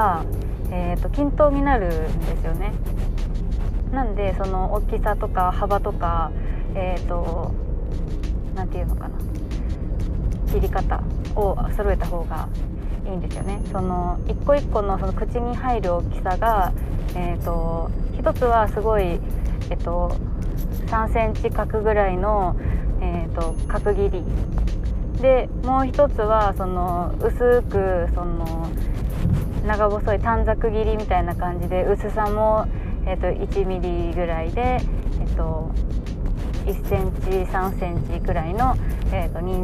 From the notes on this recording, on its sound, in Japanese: 雑音多めですが、ご了承下さい。